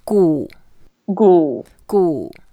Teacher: The first one, it's 故, it's the 4th tone, so we go down.